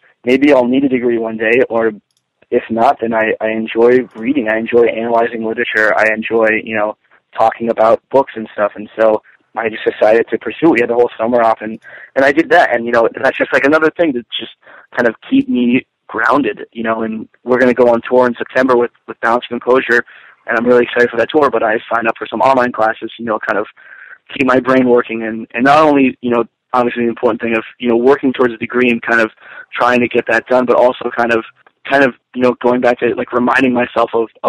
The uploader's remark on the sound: We hopped on the phone one morning